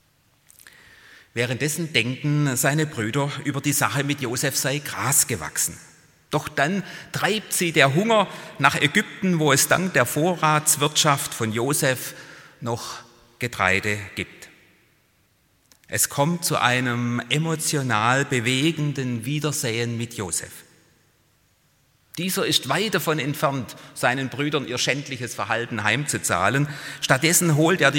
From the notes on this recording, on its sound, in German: Präsenz-Gottesdienst der Missionsberg-Gemeinde (Liebenzeller Mission)